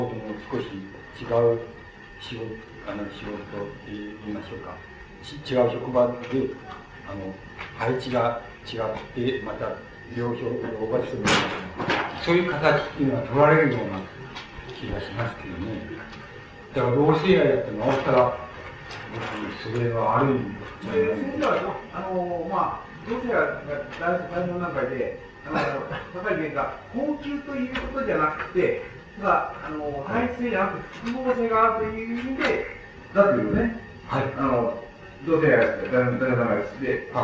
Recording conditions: background noise